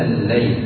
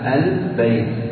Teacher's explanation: فتقول الليل تنطق بها حرفا واحدا، بخلاف البيت تنطق بحرفين. ال تنطق بها حرفا وحدها، وبعد استكمال النطق باللام مع زمن سكونها تنتقل إلى الباء البيت.